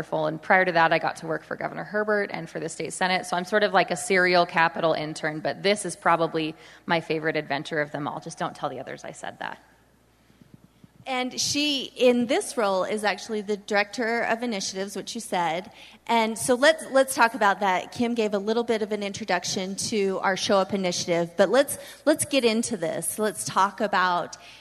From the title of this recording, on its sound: We're live from the Utah Charter Network Symposium